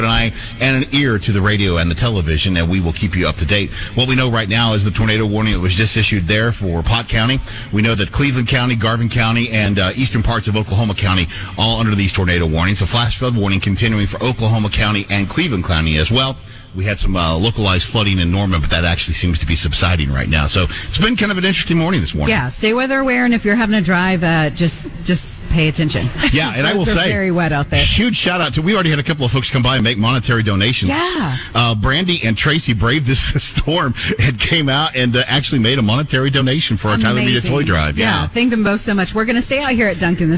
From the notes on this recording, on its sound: our show LIVE at Dunkin!